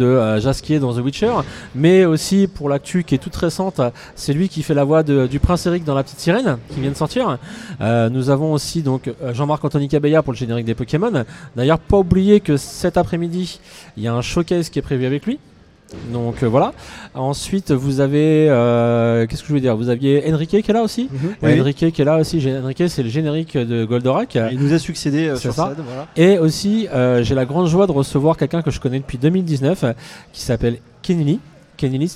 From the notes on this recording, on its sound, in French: Une première tranche du dernier festival de Génération Multivers , enregistrée pendant notre direct. Le festival génération Multivers, Direct radio #1. Une première tranche du dernier festival de Génération Multivers , enregistrée pendant notre direct. En compagnie des nombreux invités qui sont venus à notre table.